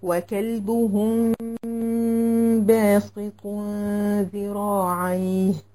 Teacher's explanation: ما افصلش ما بين الميم والباء، هاخدهم الاثنين وهعمل ميم مخفاه. وهنا الحكم اخفاء شفوي، اخفاء الميم اخفاء شفوي، وبغنه بمقدار حركتين.